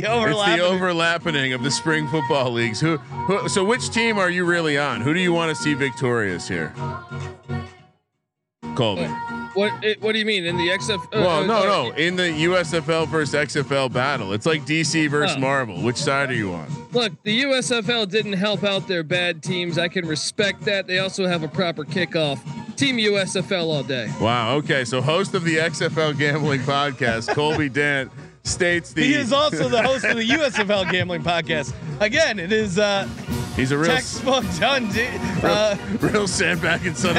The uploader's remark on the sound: They're joined remotely by the host of the XFL Gambling Podcast.